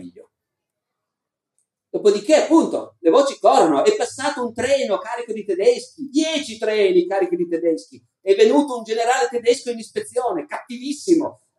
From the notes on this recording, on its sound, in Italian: Moby Dick Festival, 2018. Al Moby Dick Festival 2018 di Terranuova Bracciolini.